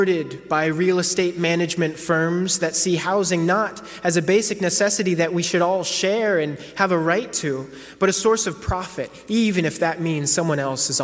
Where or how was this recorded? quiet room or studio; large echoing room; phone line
large echoing room